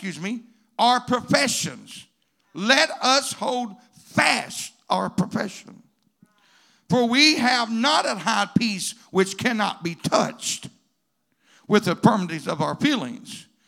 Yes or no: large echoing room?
yes